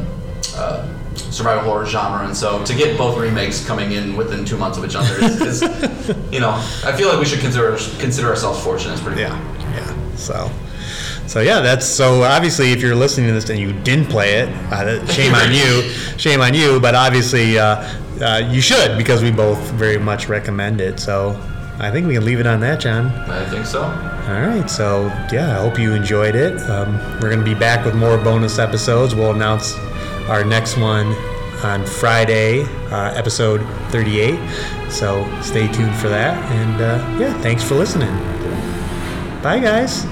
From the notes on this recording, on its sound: Apologies for the poor audio!